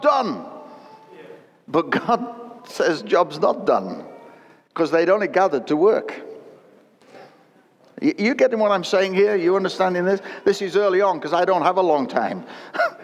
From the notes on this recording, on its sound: Recorded at Destiny's 22 Anniversary service.